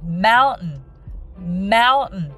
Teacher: 山は mountain と書きますけれども、えー、t の音を抜いて mountain mountain というふうに言います